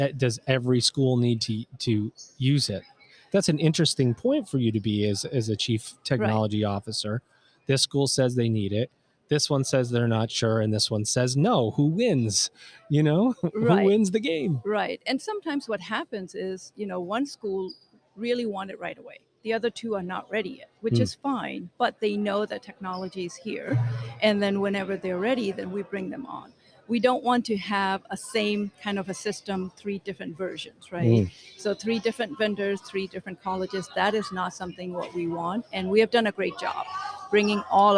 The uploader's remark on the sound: This episode was recorded LIVE at Ellucian's #eLIVE23 conference in New Orleans!